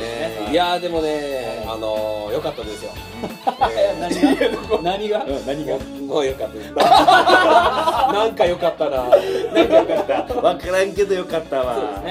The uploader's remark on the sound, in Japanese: 公開収録スタイル開始。